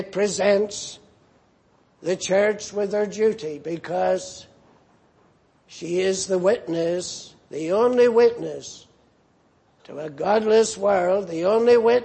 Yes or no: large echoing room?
yes